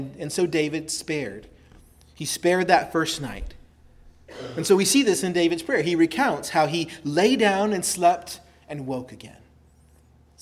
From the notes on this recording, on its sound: preached at Christ Our Savior Baptist Church